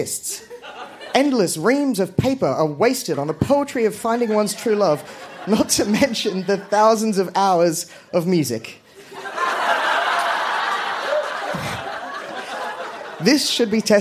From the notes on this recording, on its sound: Recorded live at the Woodford Folk Festival